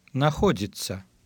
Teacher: the spelled combination ts acts as if it were ц